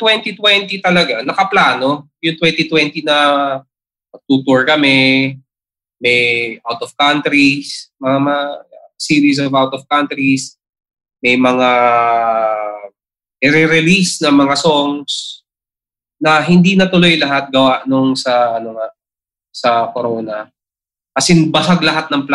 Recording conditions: video call